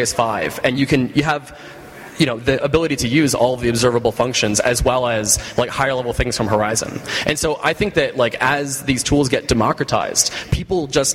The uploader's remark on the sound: Live from ng-conf!